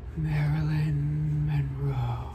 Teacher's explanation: You have to be like super breathy with it.